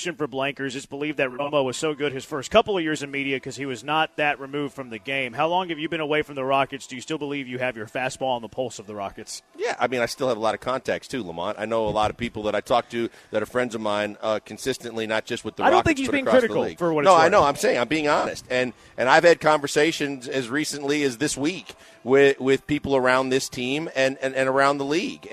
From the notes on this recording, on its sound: live from The Decoy